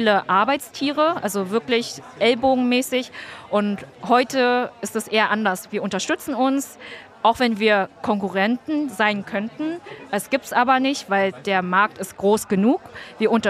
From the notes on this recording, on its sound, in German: Auf dem ISLE OF MIND Festival haben wir diese Folge mit ihr aufgenommen.